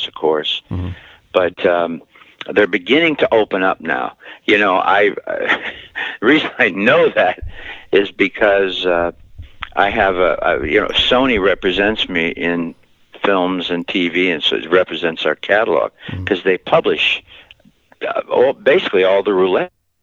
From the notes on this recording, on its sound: conducted a phone interview